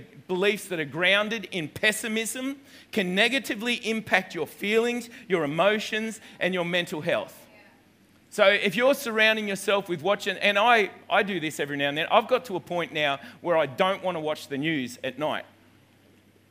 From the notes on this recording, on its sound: This message was recorded on 29/12/2019 at the 9am gathering at River Edge Church.